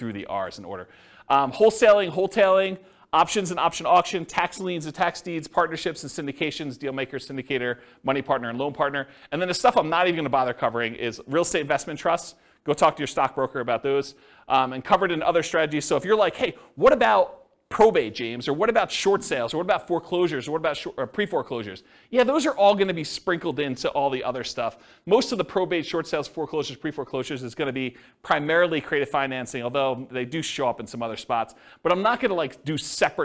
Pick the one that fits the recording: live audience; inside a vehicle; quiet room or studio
live audience